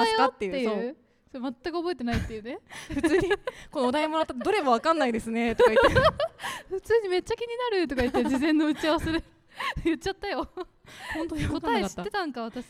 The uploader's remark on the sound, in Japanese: 公開収録スペシャル。In資生堂S/PARK。初の公開収録イベントの音源を公開！